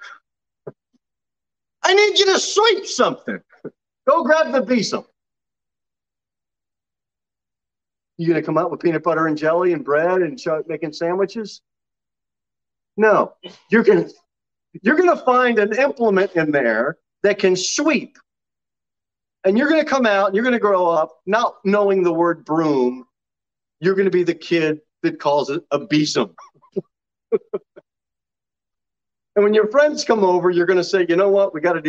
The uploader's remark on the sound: Sermon delivered at Pilgrim Baptist Church on Sunday, July 3, 2022 at 6:15 pm. Jere Whitson Rd.